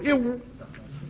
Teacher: وإذا قلت إو فترى الشفتين ينجذبان إلى الداخل · Term: الواو